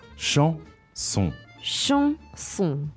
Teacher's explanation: So the word for song, chanson, has two nasal vowels in it. So the nasal vowels you say in your nose.